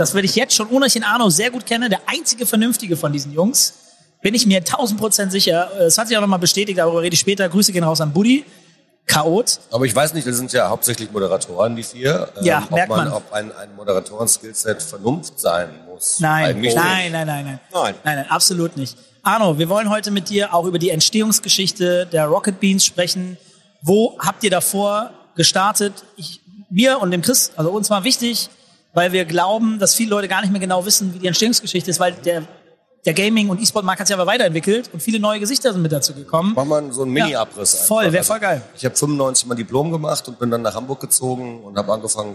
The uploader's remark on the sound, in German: OMR 2023 Live. Der Spielekeller hat seine erste Live-Aufnahme.